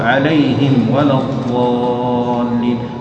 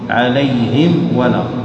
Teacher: فتظهر الميم ولا تخفيها في الواو · Term: إظهار الميم